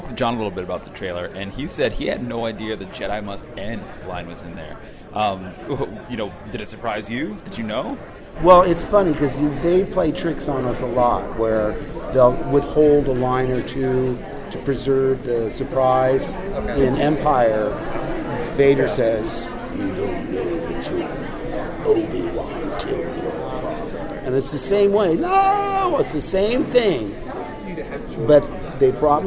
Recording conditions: background noise